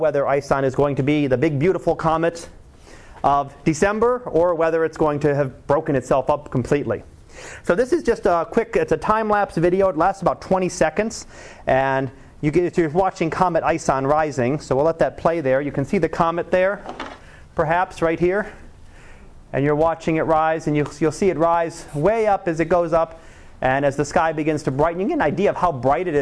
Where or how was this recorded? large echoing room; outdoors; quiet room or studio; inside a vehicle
large echoing room